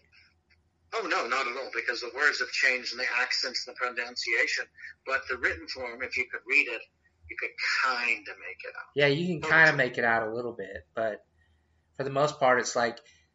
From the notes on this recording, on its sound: This episode was recorded over the phone so the quality